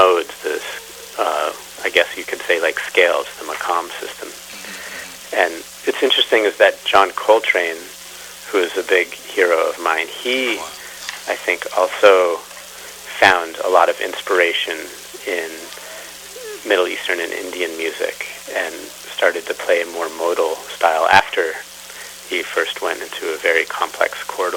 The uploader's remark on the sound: Conducted by telephone in May 2013.